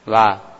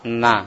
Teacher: la itu menggunakan tepi lidah, sementara nun menggunakan ujung lidah